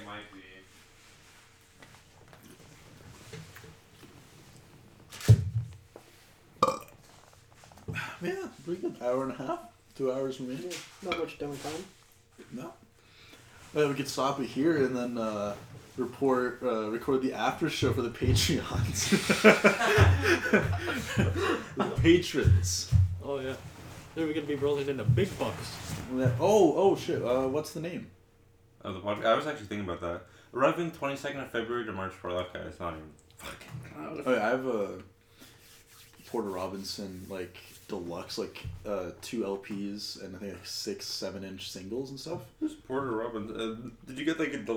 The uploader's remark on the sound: we record our first ever episode with one mic, a laptop, and three guys